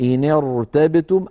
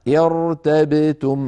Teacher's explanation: خلاصة كل هذا الكلام إن ارتبتم الراء مفخمة، سواء وصلنا فقلنا إن ارتبتم أو بدأنا ارتبتم، على الحالتين الراء مفخمة